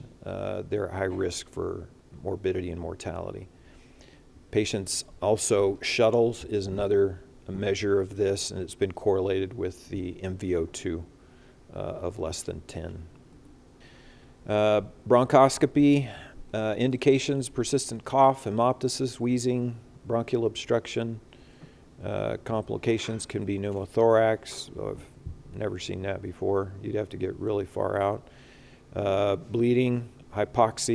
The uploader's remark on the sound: During the CORE conference in Salt Lake City, Utah.